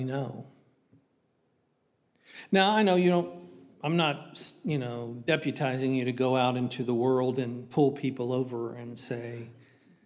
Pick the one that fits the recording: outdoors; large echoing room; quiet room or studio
large echoing room